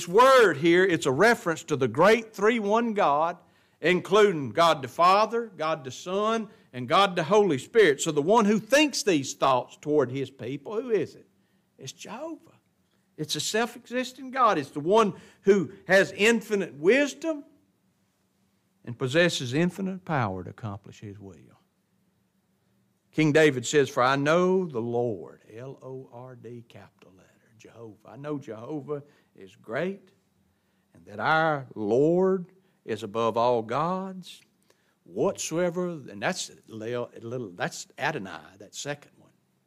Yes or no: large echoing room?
yes